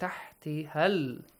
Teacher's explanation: Quickly join ha to that lam.